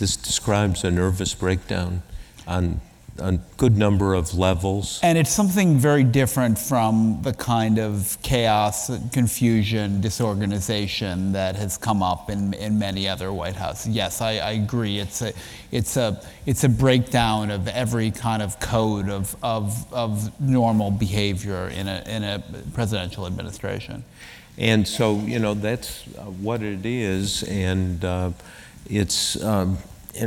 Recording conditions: live audience